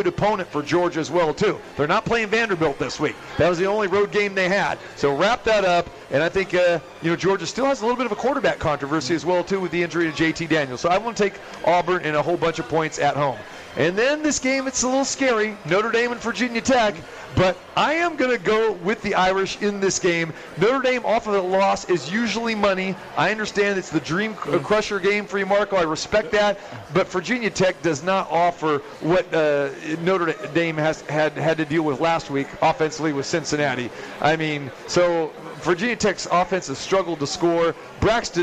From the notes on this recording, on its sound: Live From The Cosmopolitan of Las Vegas.